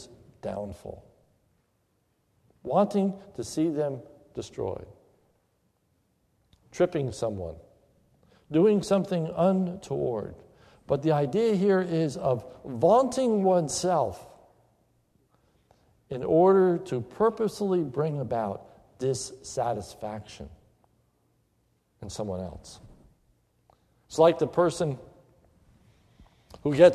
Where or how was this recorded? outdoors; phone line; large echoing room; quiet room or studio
large echoing room